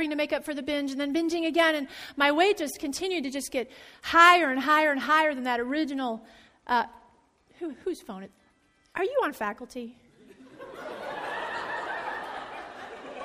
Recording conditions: large echoing room